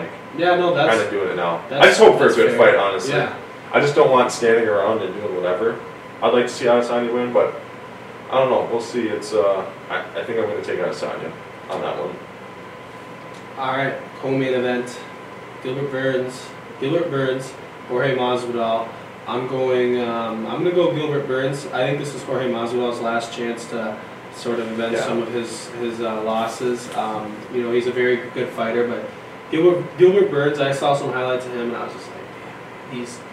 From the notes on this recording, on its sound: Apologize for the audio. One of our mics got messed up so we had to use the camera audio for this episode.